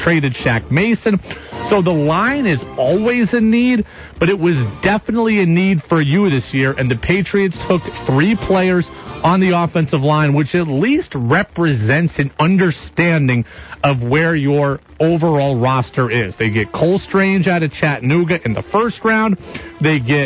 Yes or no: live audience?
no